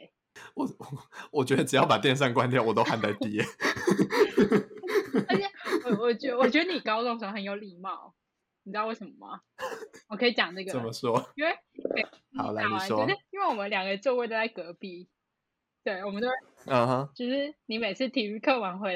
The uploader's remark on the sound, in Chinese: 此篇因為太久沒錄音所以有點激動導致音有點爆